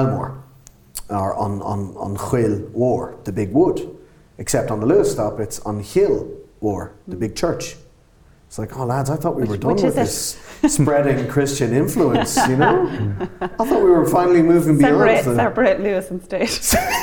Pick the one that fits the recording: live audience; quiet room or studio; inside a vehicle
live audience